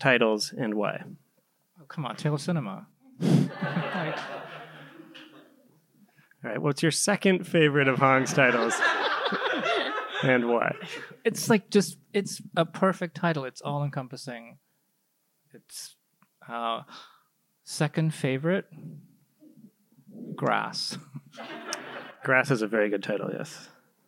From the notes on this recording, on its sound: we hosted a special live conversation